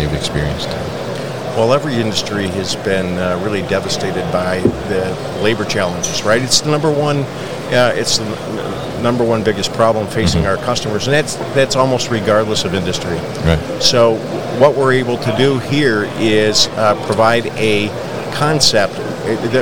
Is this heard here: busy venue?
yes